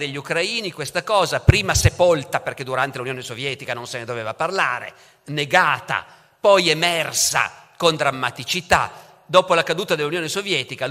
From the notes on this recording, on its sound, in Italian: La registrazione è avvenuta in occasione della presentazione del libro alla Biblioteca civica Don Lorenzo Milani, nell'ambito del progetto Leggermente, il 23 marzo 2022.